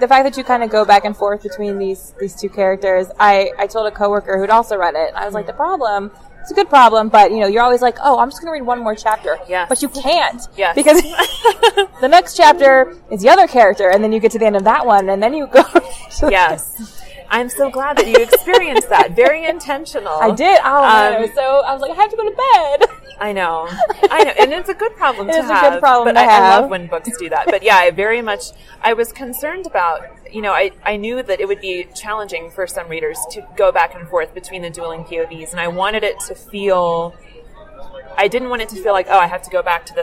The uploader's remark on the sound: Interview was recorded at the American Library Association Midwinter Conference